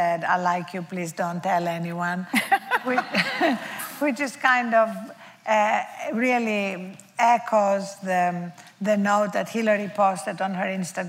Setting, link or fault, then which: setting, live audience